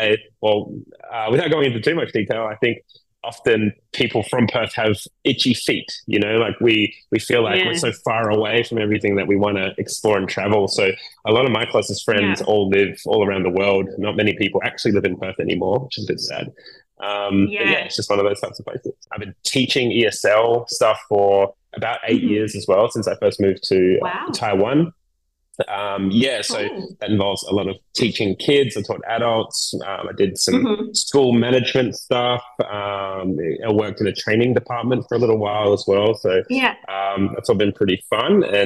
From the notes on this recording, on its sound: Unfortunately the wrong mic was picked up during recording and this was as clear as I could get the audio before it started cutting out altogether.